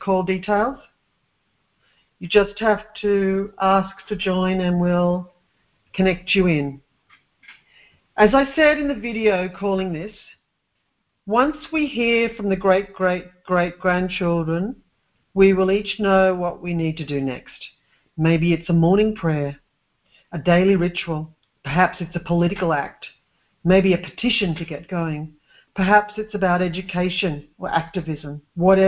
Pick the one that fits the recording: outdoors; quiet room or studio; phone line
phone line